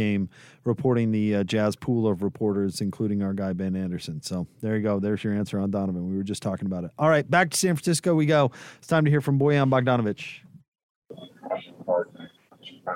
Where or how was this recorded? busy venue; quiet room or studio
busy venue